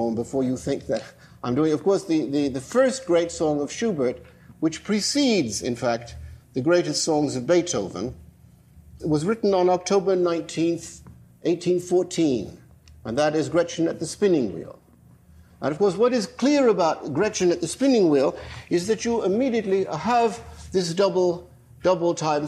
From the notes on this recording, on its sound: lecture at the institute, on stage and at the keyboard